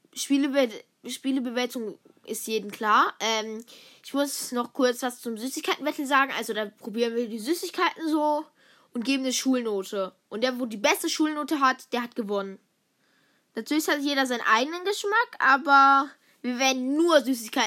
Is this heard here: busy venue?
no